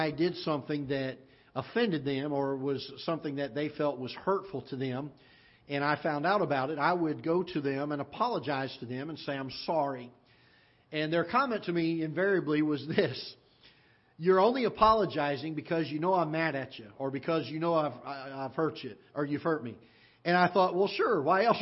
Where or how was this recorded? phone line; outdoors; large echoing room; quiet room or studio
large echoing room